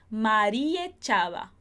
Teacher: Se você falar bem rápido, você praticamente vai tirar esse A de Maria e vai acabar falando María echaba.